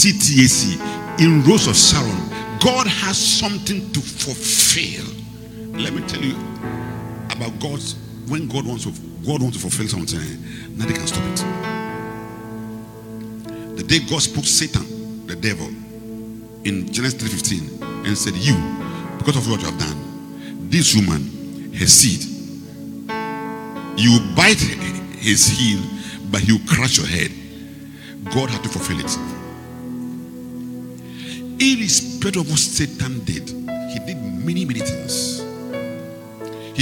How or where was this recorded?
large echoing room